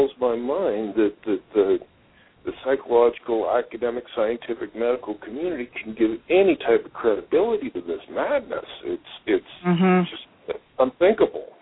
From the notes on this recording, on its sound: called in!